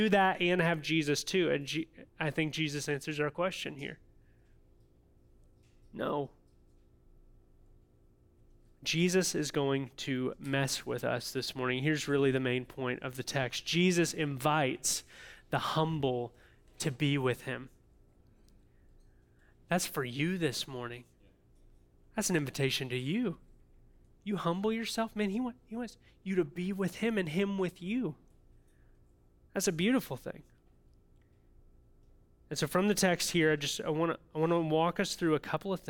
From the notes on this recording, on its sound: audio from New City Church in Champaign-Urbana, IL